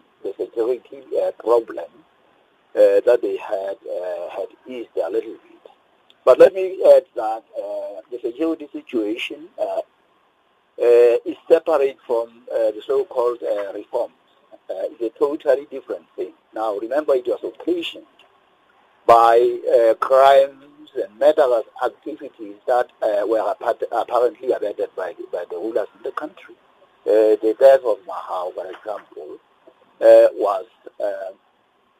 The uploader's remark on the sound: we are joined on the line